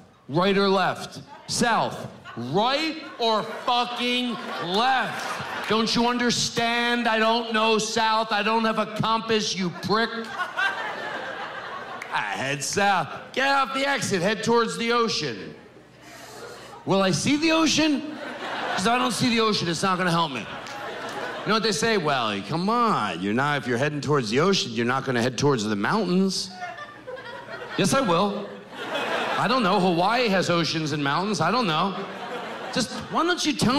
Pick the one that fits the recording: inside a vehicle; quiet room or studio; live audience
live audience